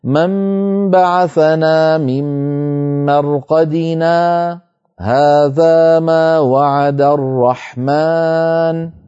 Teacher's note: وإن أحب الإنسان أن يصل من مرقدنا مع ما بعدها فيسكت قليلا هكذا: من بعثنا من مرقدنا، هذا ما وعد الرحمن.